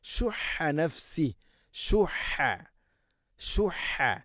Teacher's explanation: ഹ തൊണ്ടയുടെ മധ്യഭാഗം, ശബ്ദമുണ്ട്, വളരെയധികം ശ്രദ്ധിക്കണം.